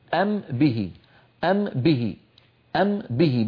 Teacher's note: نطبق على ميم ونجافي الشفتين عن باء · الميم من الشفتين والباء من الشفتين